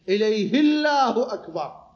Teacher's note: راحت الهمزه هاي مال الله راحت، فانا اقول لي الا تدرج الهمزه.